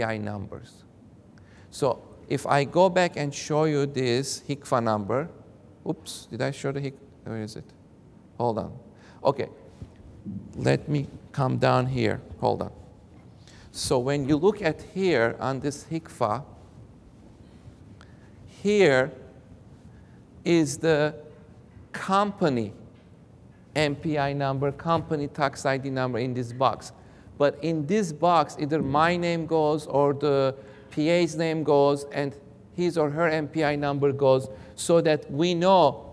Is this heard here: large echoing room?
yes